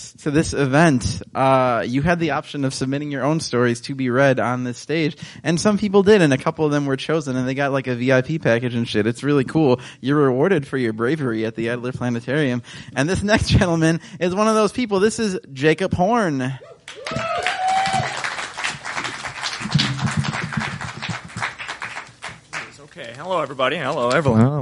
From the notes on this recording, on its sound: It was a blast to record this thing at Adler After Dark. As part of AAD's "Save Pluto" night.